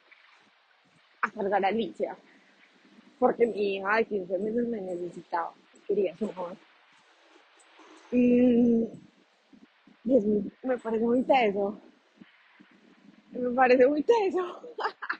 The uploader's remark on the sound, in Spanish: Un audio de 3 min caminando por Paris, después de dejar a Ali en la guardería. Se escucha Google Maps.